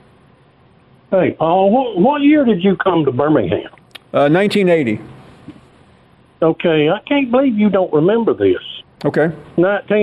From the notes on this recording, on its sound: Callers.